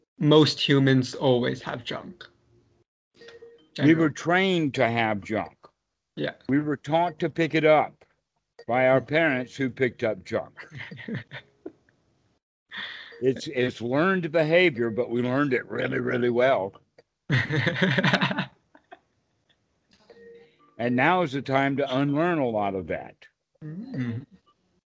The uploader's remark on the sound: skype calls on this channel